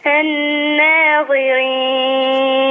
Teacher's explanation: رقق النون مع الغنة